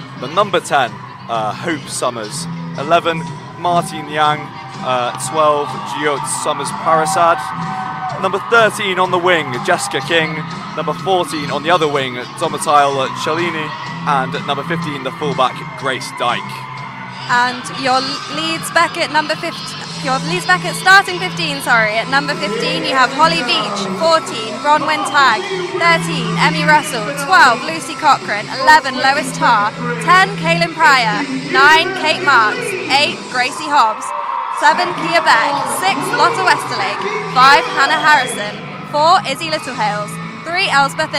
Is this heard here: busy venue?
yes